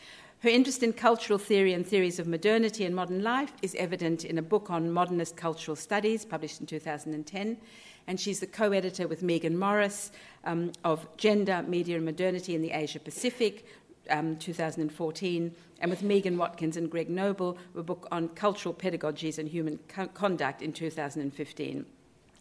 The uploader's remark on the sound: THIS LECTURE WAS HELD ON 8 September, 2016 at the University of Sydney as part of the Sydney Ideas and the Insights Lectures series